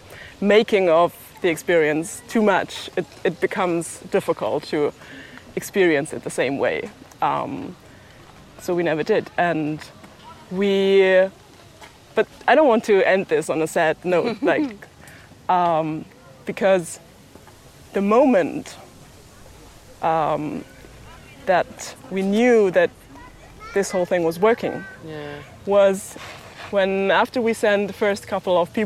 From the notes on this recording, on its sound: This episode is about the show F, an interactive audio-walk/scavanger hunt, and it was recorded on site at Kampnagel in Hamburg.